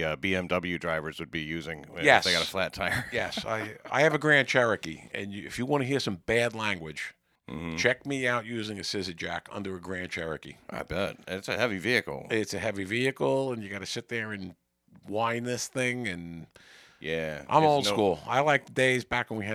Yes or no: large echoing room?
no